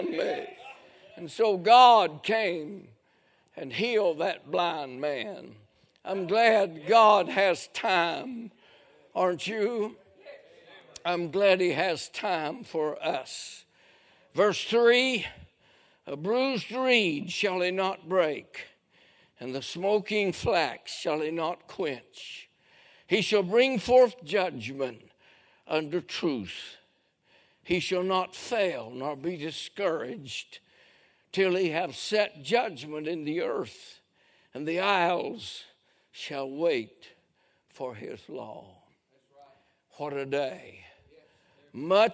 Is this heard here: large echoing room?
yes